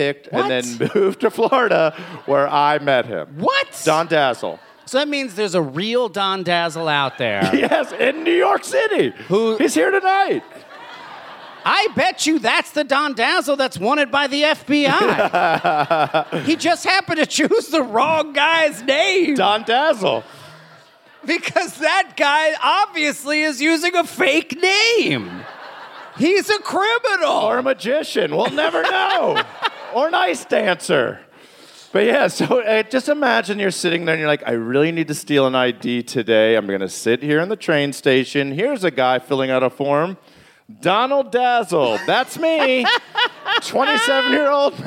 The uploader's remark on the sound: It's Bananas live from Brooklyn!